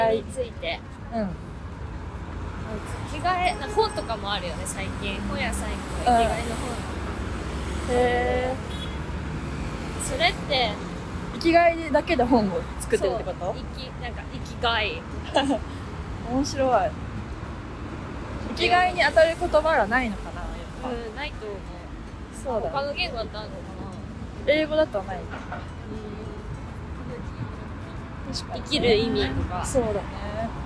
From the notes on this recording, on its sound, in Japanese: 10月末のリスボンは少しずつ寒くなってきました。歩きながらのお散歩フリートーク。